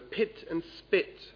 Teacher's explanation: both of them are plosives, both of them are voiceless, both of them are bilabial